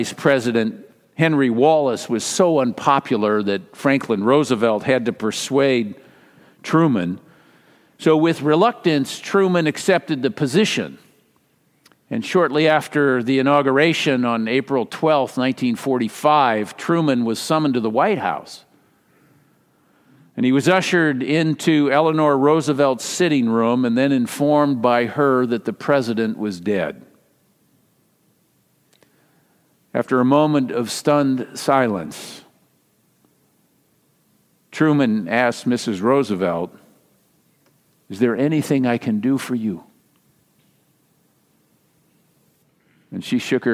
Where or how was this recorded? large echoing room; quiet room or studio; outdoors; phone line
large echoing room